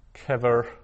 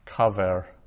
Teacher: The accent stays on the same place, but it lengthens from kever to kaver. · Term: pausal form